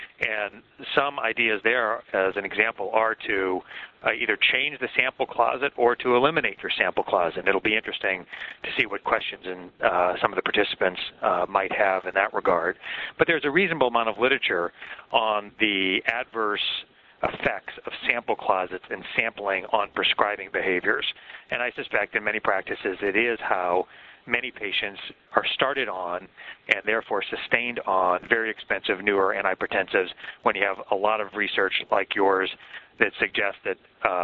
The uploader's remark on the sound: April 2005 Author in the Room® Teleconference.